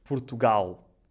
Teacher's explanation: em Portugal pronunciamos aquilo que é conhecido como o dark L